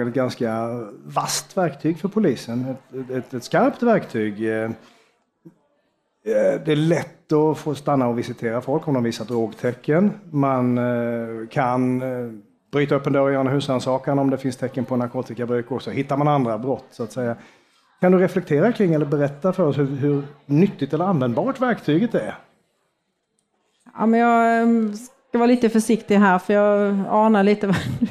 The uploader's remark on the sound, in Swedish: Panelsamtalet spelades in på Grand i Malmö den 30 november 2022.